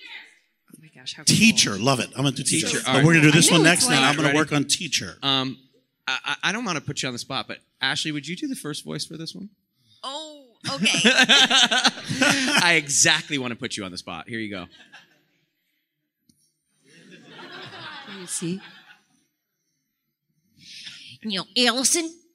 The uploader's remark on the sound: LIVE podcast recording at FanExpo Chicago. Our live audience.